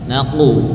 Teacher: jadi betul-betul tepat dari pangkal lidah yang di belakang. Kalau maju sedikit mendekati kaf, ya, misalkan naqu, naqu, napasnya keluar. · Term: qaf